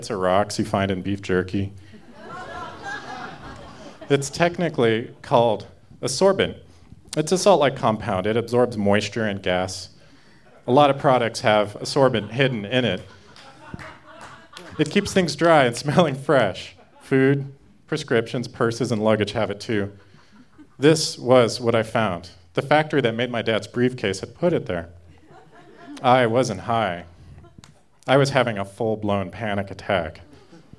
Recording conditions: live audience